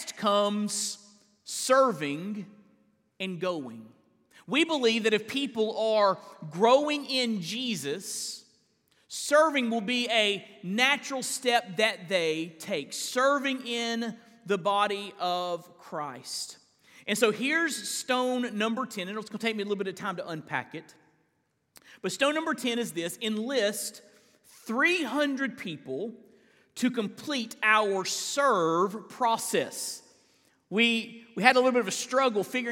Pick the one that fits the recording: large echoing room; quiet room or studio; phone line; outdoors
large echoing room